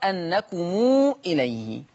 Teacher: قرأ ورش بصلة ميم الجمع في لفظ واعلموا أنكم إليه